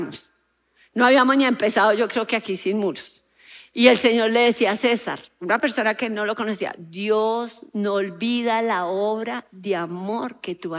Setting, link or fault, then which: setting, large echoing room